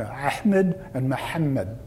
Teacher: It's not Ahmed, it's Ahmed. Well, this sound is pharyngeal because the locus of making the sound is at the top part of the throat, the pharynx.